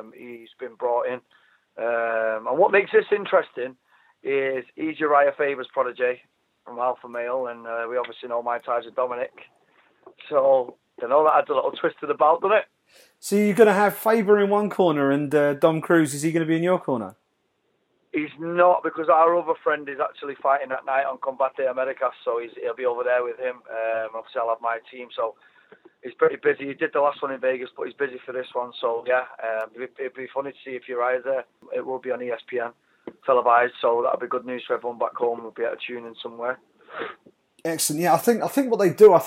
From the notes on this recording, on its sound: jumps on the phone to catch up with two British-based fighters